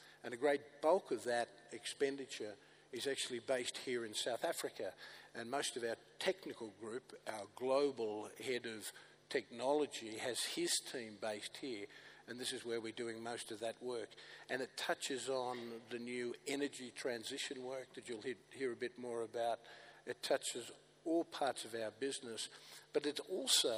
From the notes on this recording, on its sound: Opening Session of the 4th South Africa Investment Conference Sandton Convention Centre, 24 March 2022. Opening Session of the 4th South Africa Investment Conference Sandton Convention Centre.